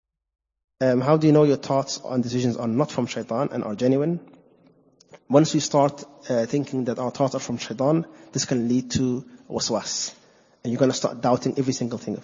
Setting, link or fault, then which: setting, large echoing room